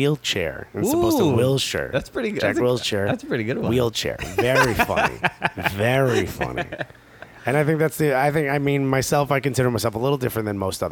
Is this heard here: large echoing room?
no